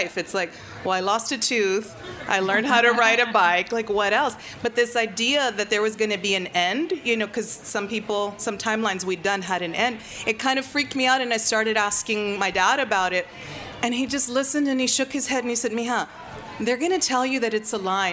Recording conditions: live audience